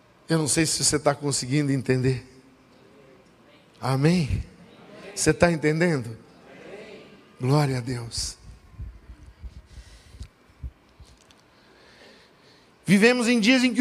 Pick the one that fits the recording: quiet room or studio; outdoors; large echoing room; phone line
large echoing room